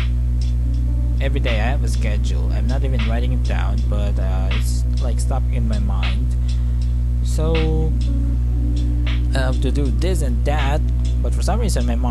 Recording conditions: sounds in the background